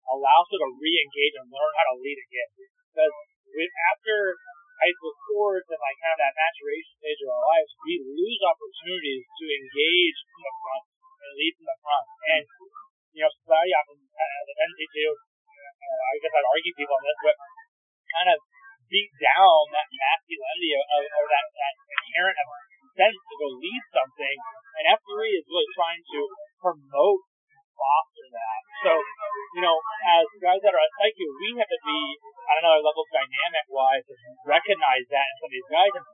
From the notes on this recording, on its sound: First time in-person interview over lunch for The GLUE-OOM podcast. Ignore the background noise.